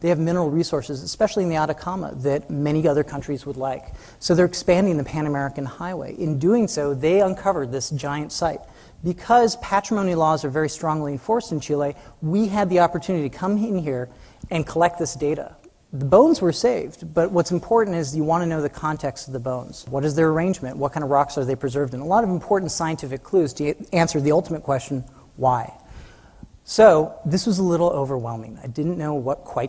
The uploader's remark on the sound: Publisher: The Future Is Here, Smithsonian Magazine. In this talk at Smithsonian Magazine's The Future Is Here Festival in Washington, DC.